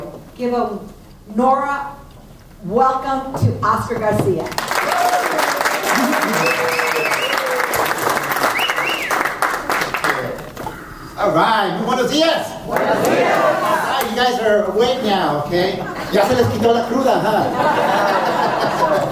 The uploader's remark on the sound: a past keynote from the San Francisco Chapter of the National Hispanic Organization of Real Estate Associates (NHORA)